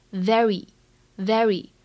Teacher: 开头是一个摩擦音，需要用上齿摩擦下唇 · IPA: ['veri]